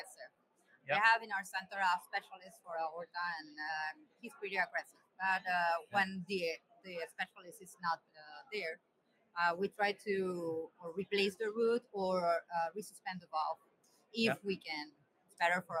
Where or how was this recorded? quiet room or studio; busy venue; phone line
busy venue